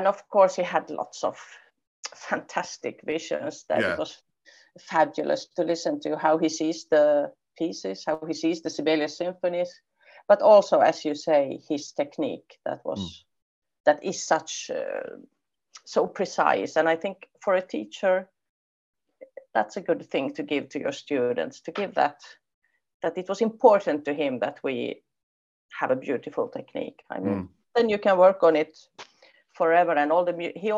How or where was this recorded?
video call